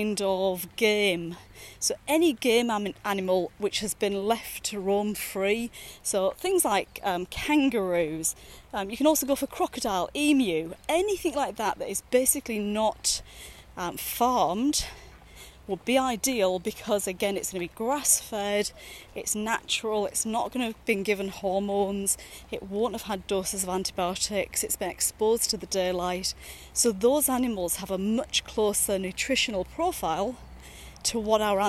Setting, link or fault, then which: setting, outdoors